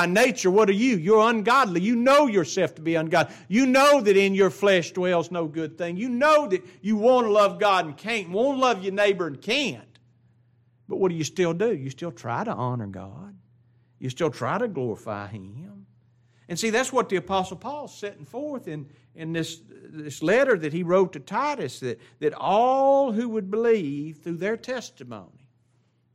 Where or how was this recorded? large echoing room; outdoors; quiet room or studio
large echoing room